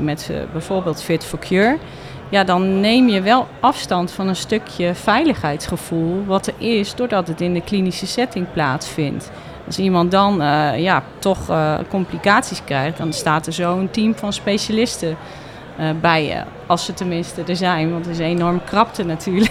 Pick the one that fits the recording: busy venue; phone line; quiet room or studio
busy venue